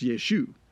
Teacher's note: The Yah is missing in Aramaic. It's just Yeshu.